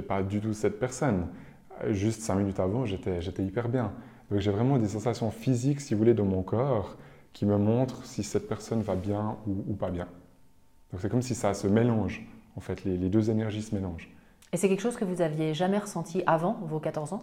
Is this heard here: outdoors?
no